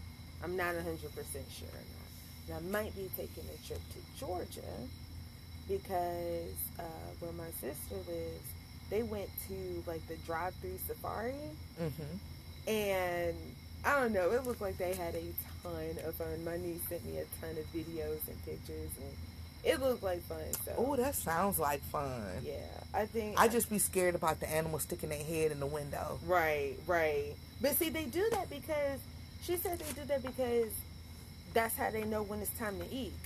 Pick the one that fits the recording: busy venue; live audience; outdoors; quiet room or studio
outdoors